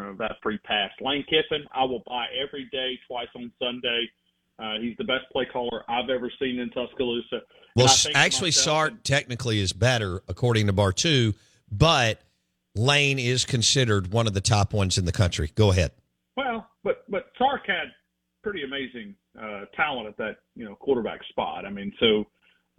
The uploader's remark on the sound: Joins the show on the Farm Bureau guest line talking about what bets to take for the weekend live in the BankPlus Studio.